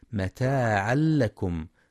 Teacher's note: ينتبه القارئ للإدغام بغير غنة ذهاب الحرف والصفة في متاعا لكم، فلا يقرأ متاعا لكم بالإظهار.